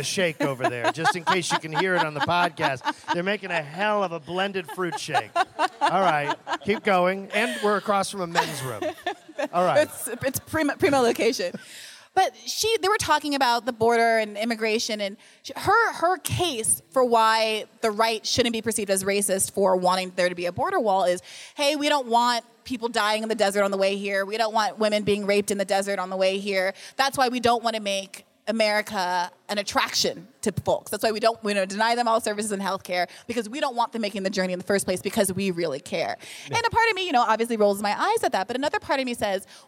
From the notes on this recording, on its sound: Live at Politicon. Stopped by Politicon for a live show of Hear the Bern.